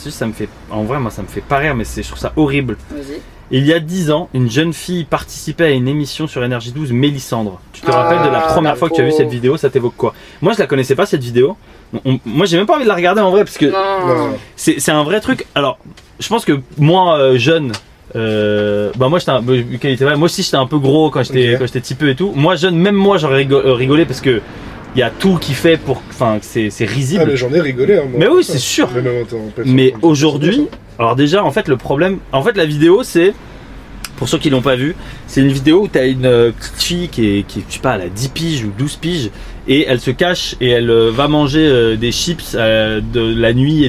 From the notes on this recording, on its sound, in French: en direct du van